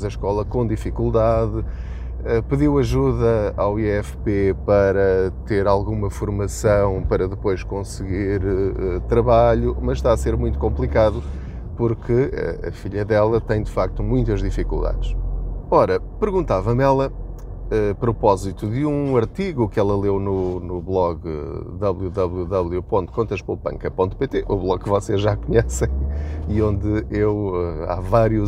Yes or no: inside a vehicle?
yes